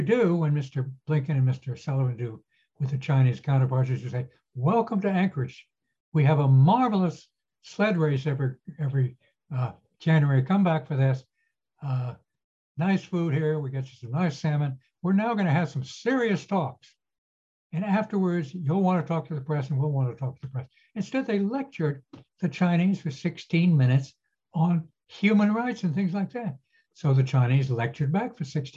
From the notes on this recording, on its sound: This public talk was conducted online via Zoom.